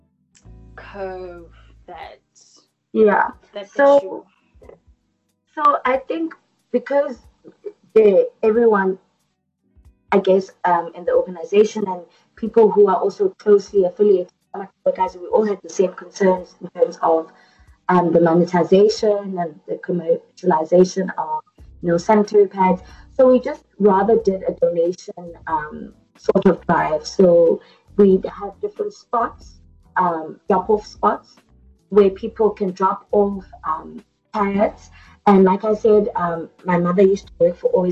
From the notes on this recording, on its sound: They recorded the episode via Skype so there are some technical issues with the audio.